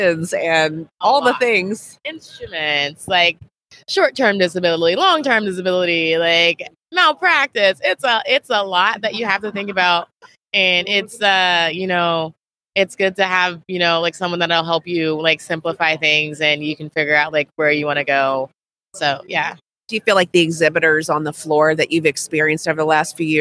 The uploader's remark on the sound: LIVE from Smilecon